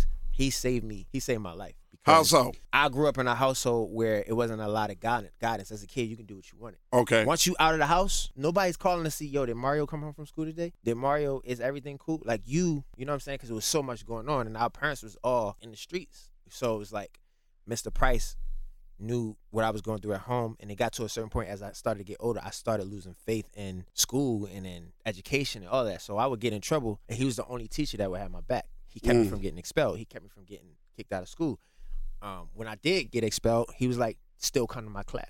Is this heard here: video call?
no